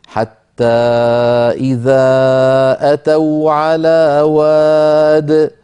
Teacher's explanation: وادي النمل أيضا في آخرها ياء حذفت، فإن وقفنا اضطرارا أو اختبارا نقول حتى إذا أتوا على واد من غير ياء في آخرها